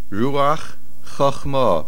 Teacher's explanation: Ruach ends with a ches, Chachma begins with a ches. Make sure we hear both of them.